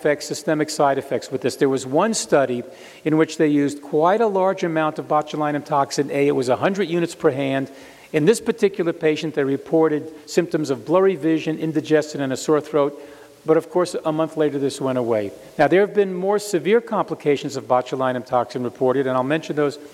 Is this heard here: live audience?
yes